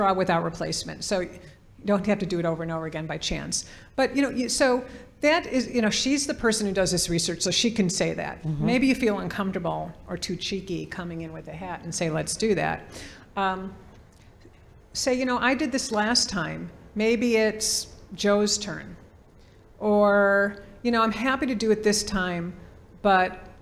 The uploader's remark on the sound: This conversation was recording in front of a live audience